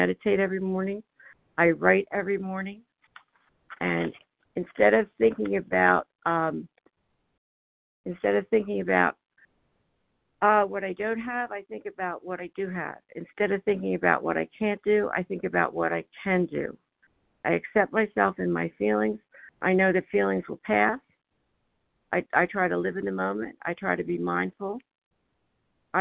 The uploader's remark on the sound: 100 Pounders Phone Meeting